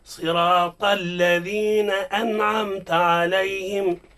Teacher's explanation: طا مفخم واللام من اسم الموصول مرقق